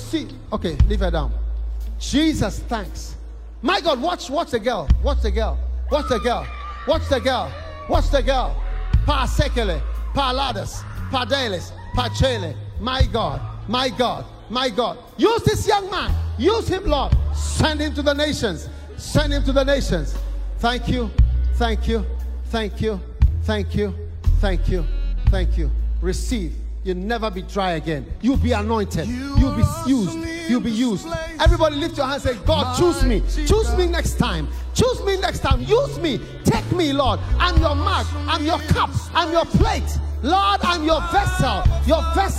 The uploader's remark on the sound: Preached at the Day 2 of the Revival Today International Camp Meeting in Pittsburgh, Pennsylvania-USA.